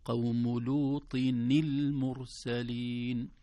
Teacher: هذه النون هي نون التنوين التي التقت بالساكن بعدها فحركت للكسر